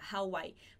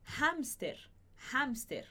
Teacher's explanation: Com esse H que eu coloquei, aquele sonzinho que sai pela garganta. Hawaii. Porque ela é uma palavra estrangeira, então nesse caso ela vai ser pronunciada.